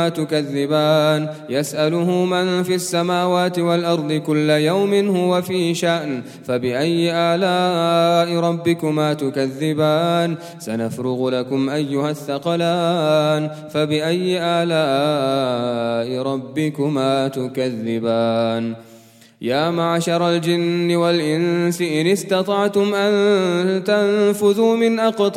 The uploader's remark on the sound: at the Houghton Masjid (West Street)